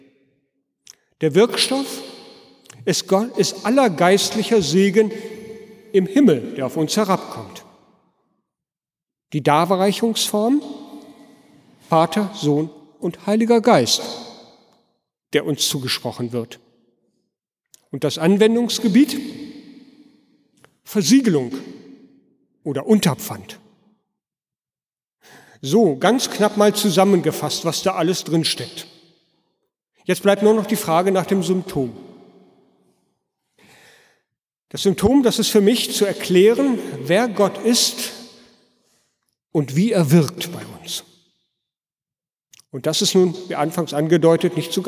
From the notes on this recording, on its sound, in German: Gottesdienst am Fest der Heiligen Dreifaltigkeit. In der Martin-Luther-Kirche in Detmold.